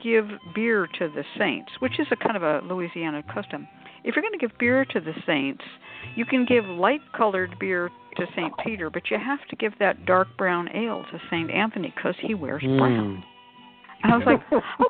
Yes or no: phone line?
yes